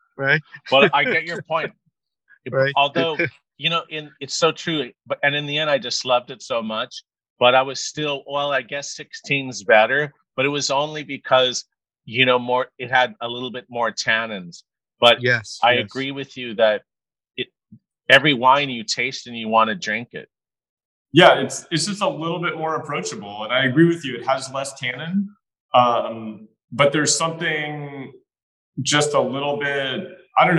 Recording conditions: video call